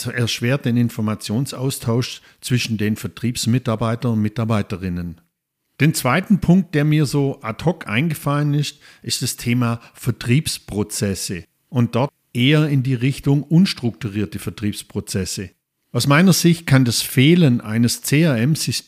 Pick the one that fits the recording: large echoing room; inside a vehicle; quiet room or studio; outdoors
quiet room or studio